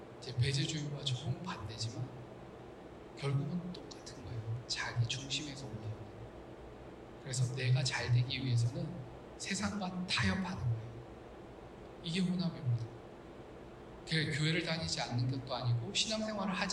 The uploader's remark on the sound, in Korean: 기계적 오류 인해, 음질이 떨어집니다.